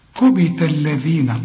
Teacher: كبت الذين، طلع لسانك في الذال